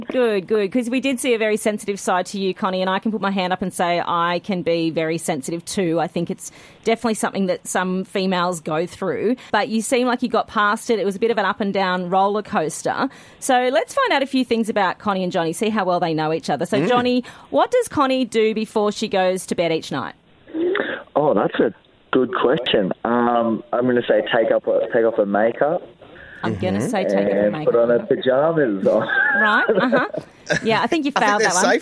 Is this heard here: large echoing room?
no